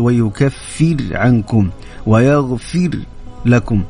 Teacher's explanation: الراء مكسورة اللي قبلها مكسور فهنا حكمها تكون مرققة